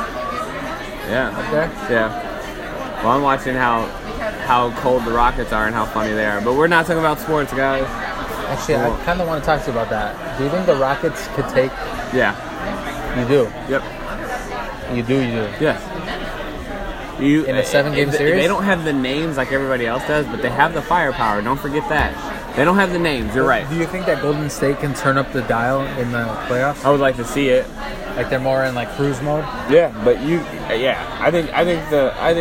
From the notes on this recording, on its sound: live from Pub 819 in Hopkins